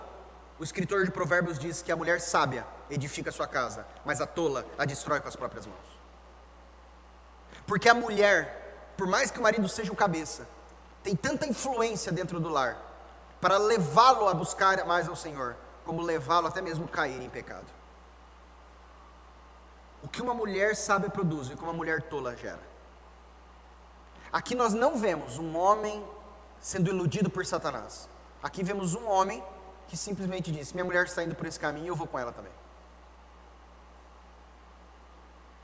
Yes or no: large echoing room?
yes